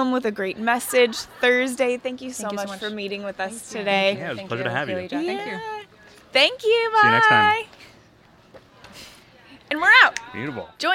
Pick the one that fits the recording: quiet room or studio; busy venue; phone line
busy venue